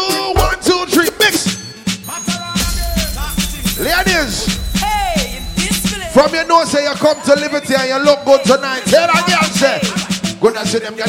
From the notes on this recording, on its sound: Live Audio segment from the event